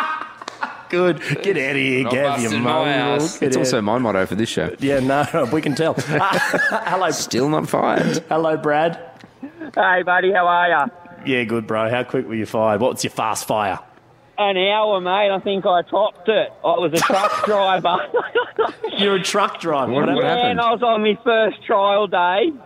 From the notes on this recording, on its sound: Live from the Crown for Day 2. The boys are live from the Crown for Day 2.